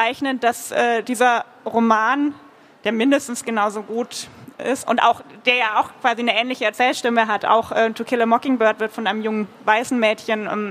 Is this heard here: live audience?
yes